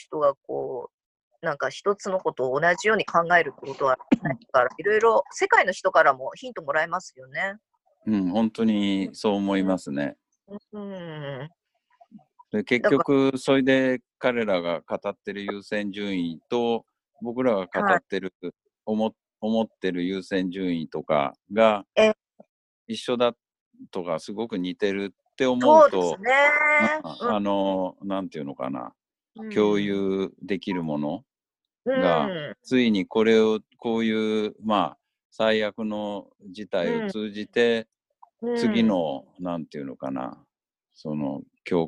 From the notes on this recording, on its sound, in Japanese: 今回は三密を避けるために、ZOOMによるリモート収録でお届けします。